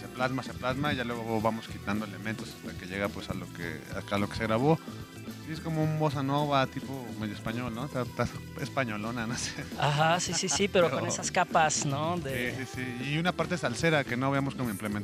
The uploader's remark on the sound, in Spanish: nos vamos al Cine Lido en la Condesa, donde está por empezar el festival ReelAbilities México